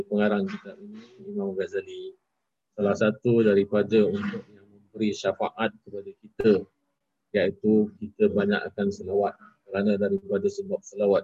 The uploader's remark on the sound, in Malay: Kelas Sabtu (Masjid Hasanah). Rakaman zoom pada setiap Sabtu 5 ptg (waktu Singapura).